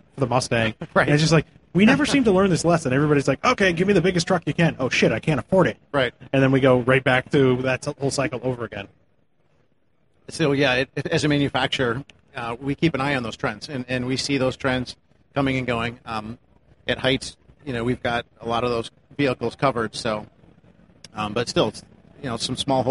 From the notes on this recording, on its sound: Live again from the Magnaflow stage at SEMA 2018